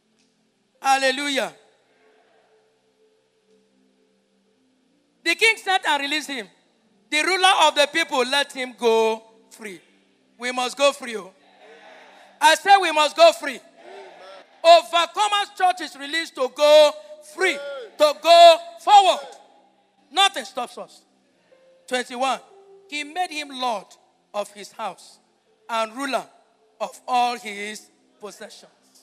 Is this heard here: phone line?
no